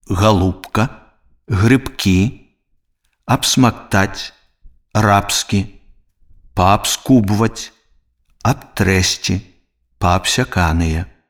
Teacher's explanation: Перад глухімі зычнымі звонкі б аглушаецца і вымаўляецца як п.